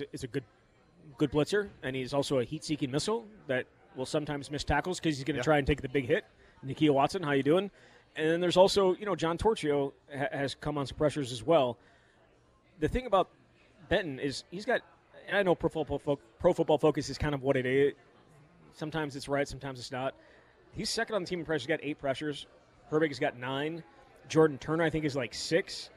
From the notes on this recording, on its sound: live from Monk's Bar and Grill in Sun Praire